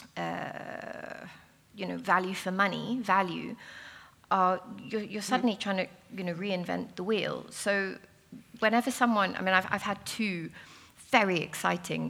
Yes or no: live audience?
yes